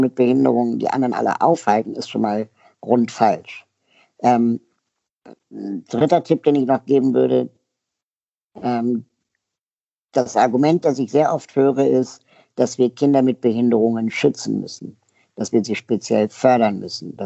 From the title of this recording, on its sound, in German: Skype-Interview